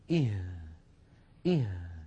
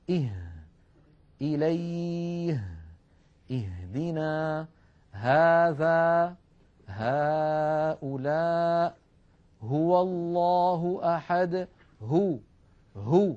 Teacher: تخرج هذه الهاء من أقصى الحلق وليس من الصدر وليس من القصبة الهوائية كما يفعل بعض الناس · Term: حرف الهاء